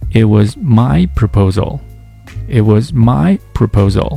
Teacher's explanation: louder and higher。你可以通过把它读得更长、更响亮、音调更高的三种方式来突出这个单词的存在。比如说你听元音的时候能够听到 … 读的是 It was my proposal, It was myproposal。除了这个 my 之外，其他所有的单词基本上都是平的。 · Term: 重读